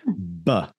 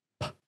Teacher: B and P are both plosives, P. And b, but one is voiced and one is unvoiced. And that's really the only difference.